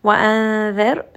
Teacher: وأنذر، this is going to be إخفاء، so we are going to hide the noon sound within the letter ذال. وأنذر، ra in this case is going to be light because the letter before has a كسرة.